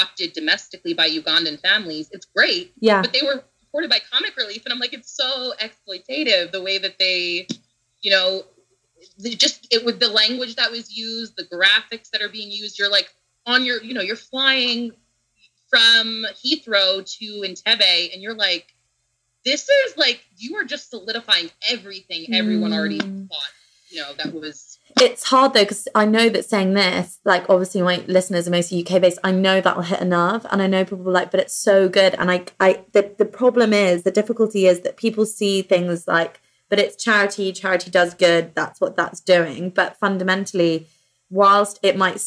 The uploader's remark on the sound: this podcast was recorded last year over skype, so the sound quality is not as good as previous episodes.